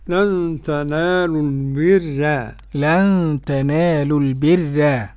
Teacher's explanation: قرأ ورش بترقيق الراء